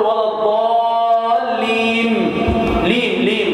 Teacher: فما انهى الكلمه بالنون ولكن انهاها بالميم